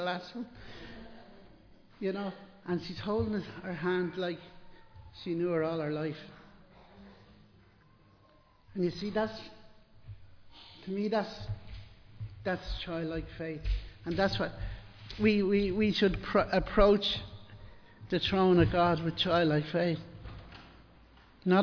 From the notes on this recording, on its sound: Recorded live in Liberty Church on 29 January 2023